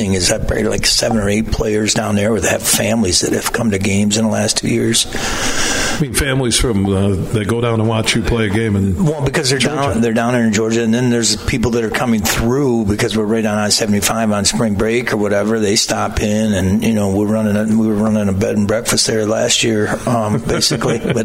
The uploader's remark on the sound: Today we're broadcasting live from the Lowell Showboat as a fundraiser is being held